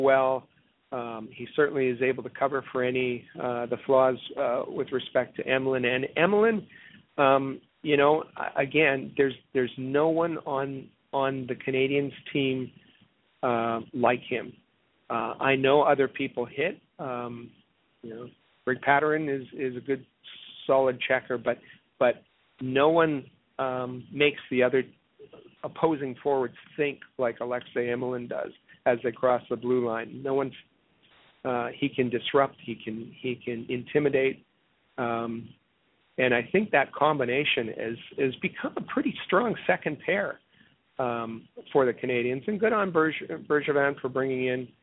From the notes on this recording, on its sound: we take your phone calls